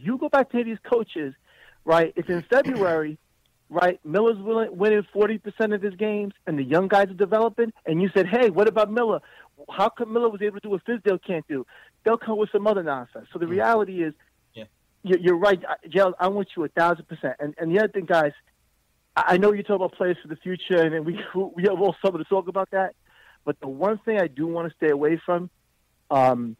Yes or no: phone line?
yes